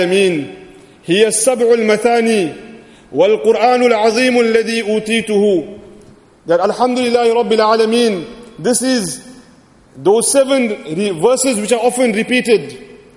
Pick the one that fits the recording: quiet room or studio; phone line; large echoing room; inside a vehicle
large echoing room